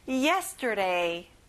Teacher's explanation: 여기에 예에 힘을 줘볼까요?